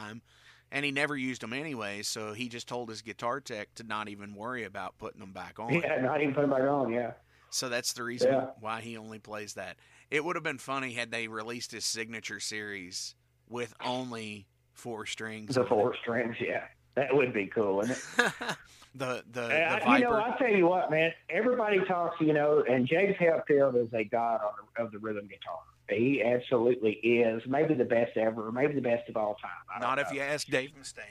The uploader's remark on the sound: calls